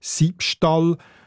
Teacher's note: Als Zwischenform hat es dann also Siebstall gegeben. Und zum Ausspruch erleichtern ist aus dem W ein B geworden